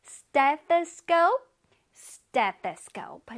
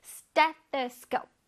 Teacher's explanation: 뜨 소리 날 때는 저 혓바닥이 약간 나왔다가 펑 들어간다